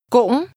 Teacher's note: This word is pronounced with a high, rising, broken tone.